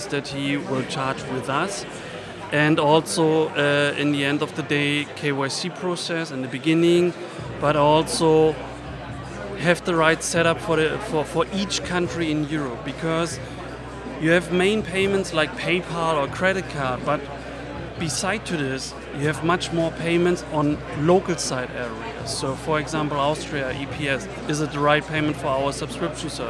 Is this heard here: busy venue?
yes